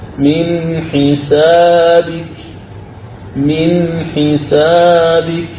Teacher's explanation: الحاء الآن مثالها قوله تعالى من حسابك، وما من حسابك عليه من شيء، فتقول وما من حسابك عليهم، من حسابك، من حسابك، فأظهرت النون الساكنة وأظهرت حرف الحاء بعدها · Term: الإظهار